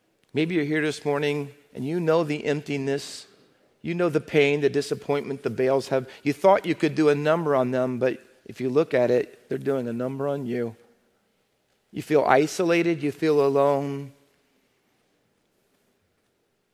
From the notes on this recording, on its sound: Faith Baptist Church in Hamilton, NJ.